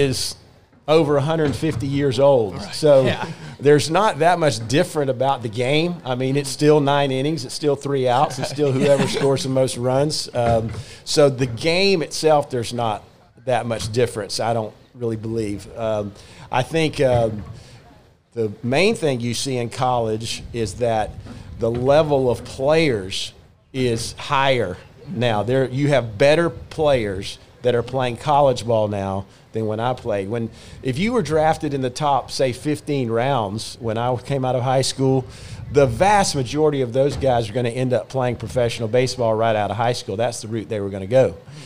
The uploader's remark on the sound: The guys hit the road and take on the Southern Sunshine BBQ & Music Festival put on by the KT Foundation.